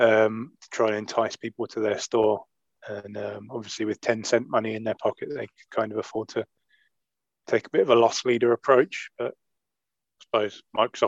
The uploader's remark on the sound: Apologies for the choppy edits, we had technical issues.